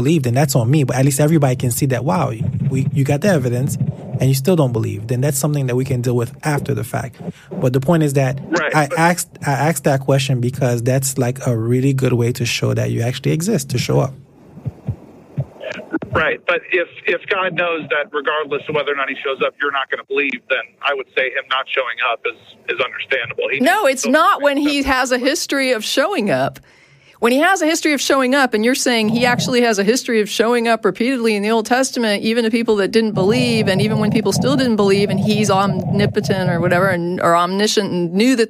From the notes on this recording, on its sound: The Atheist Experience is a weekly Internet television show based in Austin, Texas geared toward a non-atheist audience. Every week we field live calls from atheists and believers alike.